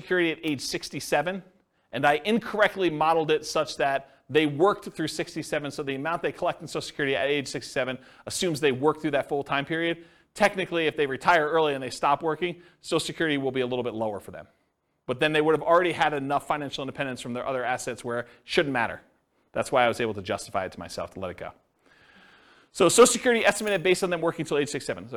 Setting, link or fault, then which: setting, live audience